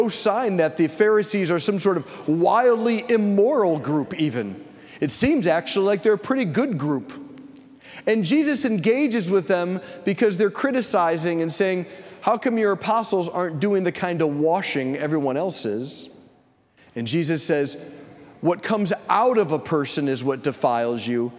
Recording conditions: large echoing room